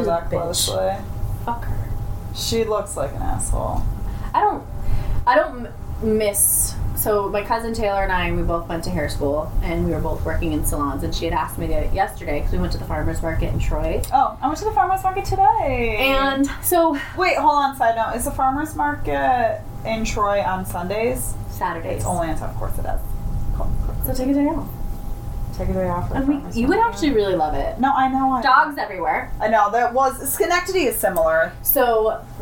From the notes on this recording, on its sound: Sit in the patio with really bad audio.